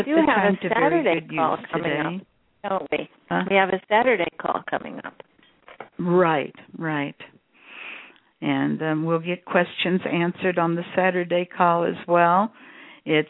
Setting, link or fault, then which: link, phone line